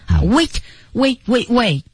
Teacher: wait 也行，你要是把那个特音省掉也可以。是。 Wait,你也可以这么读，对，没问题。是的。 I bring a message from Master Shifu.这个 Master Shifu 应该是个重点啊，因为我是带着谁的信息呢？是的。而当我们在这句话训练当中的话，在节奏上，我们看有没有特别难的地方呢？刚才说的 wait,急了的时候 T 是不发音的啊，失去爆破